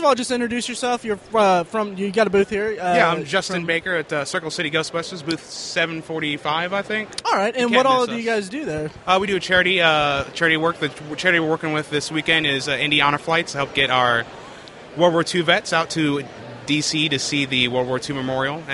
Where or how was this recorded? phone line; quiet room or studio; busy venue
busy venue